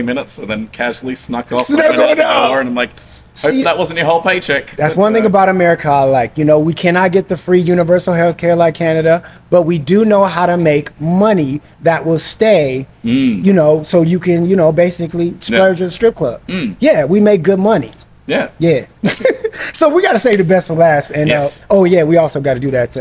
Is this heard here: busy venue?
yes